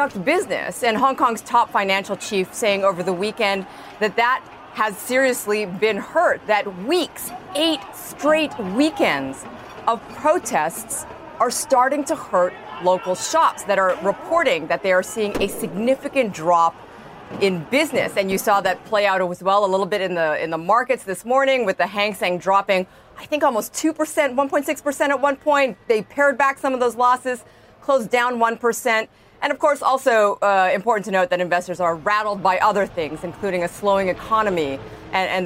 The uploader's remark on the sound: live from the New York Stock Exchange